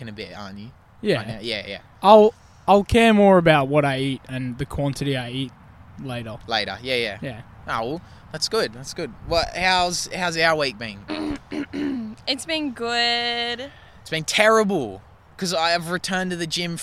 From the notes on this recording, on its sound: we filmed this episode outdoors, so sorry if theres some background noise